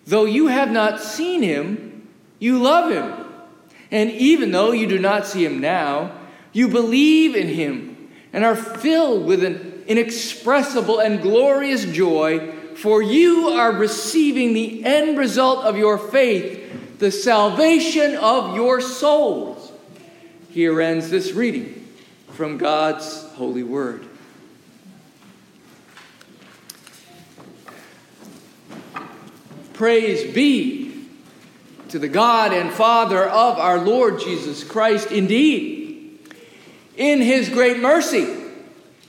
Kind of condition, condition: setting, large echoing room